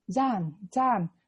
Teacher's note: chữ ấm a ngắn phía sau, thường khi đọc Pali chữ ấm a mình không có đọc. Cho nên mình đọc là jhan, jhan.